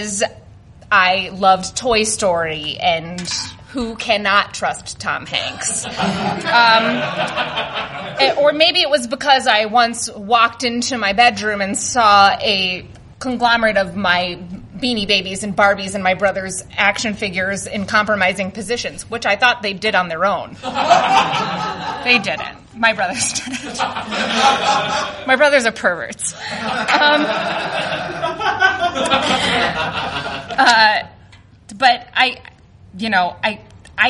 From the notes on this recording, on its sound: This one comes from the 2014 Chicago Nerd Comedy Fest and holds the distinction of the latest ever we recorded this show.